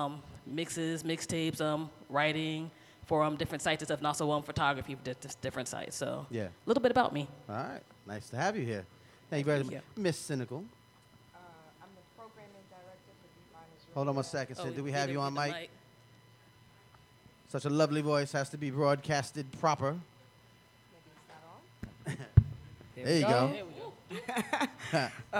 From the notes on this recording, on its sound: Bondfire Radio Audio Fest LIVE. During the 2015 Bondfire Radio Audio Fest.